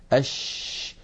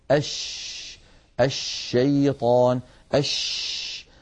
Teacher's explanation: يبدأ صوت الشين من، من مخرجه يعني من وسط اللسان ثم يتابع الصوت خروجه فيصطدم بالصفحة الداخلية للأسنان العليا فينشأ عن هذا العمل كله آه، انتشار لصوت الشين في أرجاء